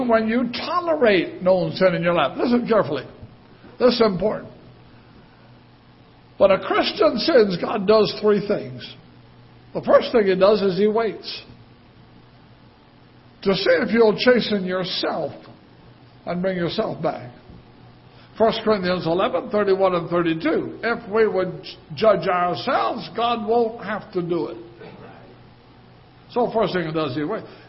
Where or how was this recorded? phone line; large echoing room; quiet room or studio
large echoing room